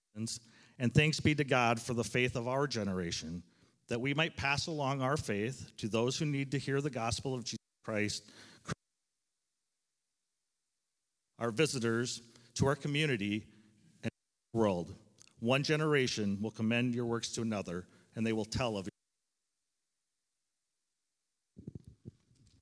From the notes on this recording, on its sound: Live from our Celebration Ministry Center